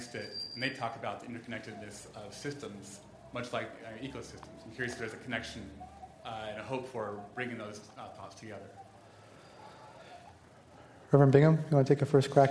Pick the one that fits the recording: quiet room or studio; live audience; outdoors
live audience